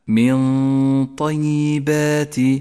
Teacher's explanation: من طيبات النون الساكنة وبعدها حرف الطاء وهو من حروف الإخفاء نخفي النون بالطاء مع بقاء غنة للنون زمنها حركة